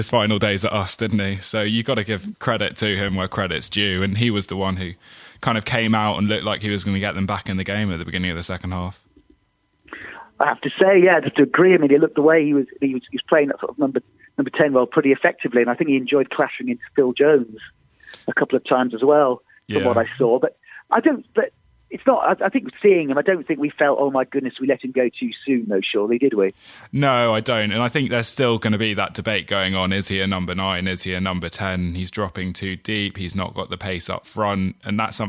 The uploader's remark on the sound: On the phone.